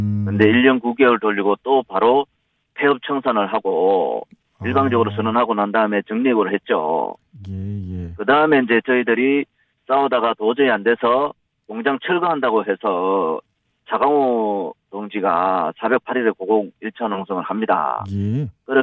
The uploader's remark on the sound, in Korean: 전화연결 75미터 굴뚝 위 412일째 고공농성 중.